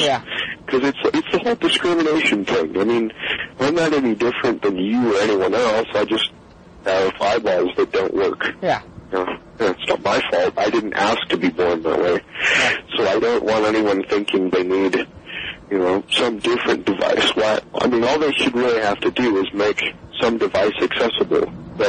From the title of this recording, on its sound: Phone interview